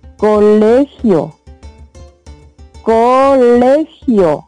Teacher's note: Las sílabas átonas son co y gio, porque llevan la menor intensidad.